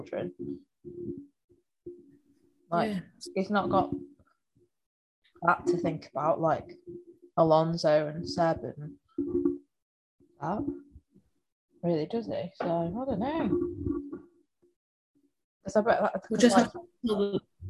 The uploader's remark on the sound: This edition is plagued with microphone issues so if you hear any odd noises that's why.